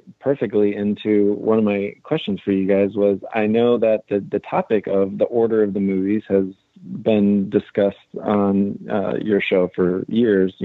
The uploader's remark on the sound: RFR LIVE returned this week featuring wall-to-wall listener phone calls. Our switchboard was flooded.